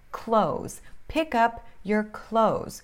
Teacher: E clothes, no plural, a gente simplesmente não fala esse TH, porque é difícil demais. Então, vira clothes.